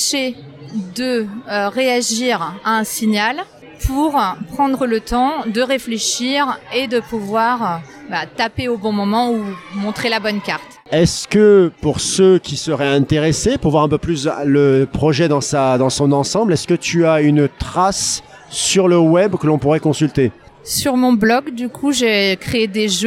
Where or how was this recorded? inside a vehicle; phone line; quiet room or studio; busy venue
busy venue